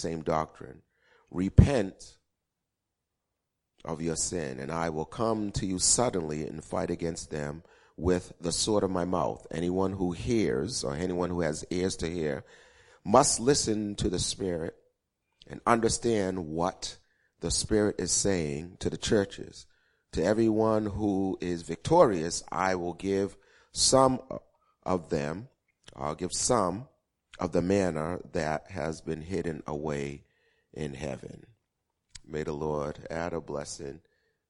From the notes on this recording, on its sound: Recorded 02-14-2016 8:30am Service